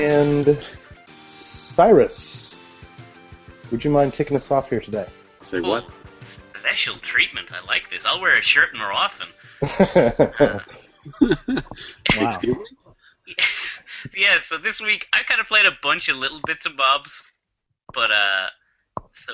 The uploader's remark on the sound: Recorded LIVE via Google Hang Outs on Air